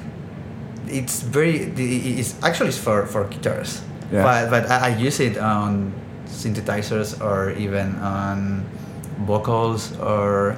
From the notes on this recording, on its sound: This episode was recorded at Box 54 which is the cocktail bar right next to Culture Box, which is why the audio may be a little "worse" than normal.